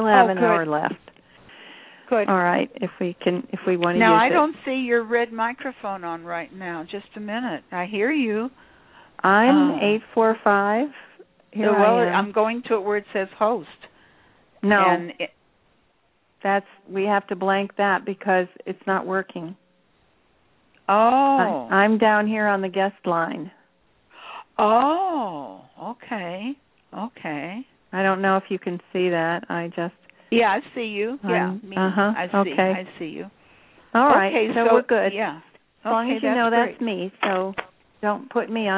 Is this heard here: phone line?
yes